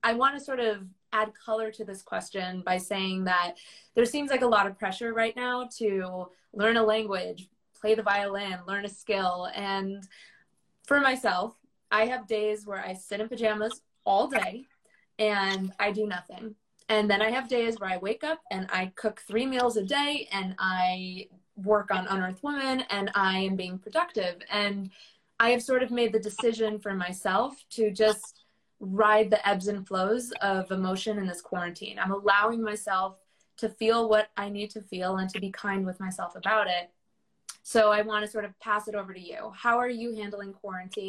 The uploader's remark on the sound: adapted from an Instagram Live interview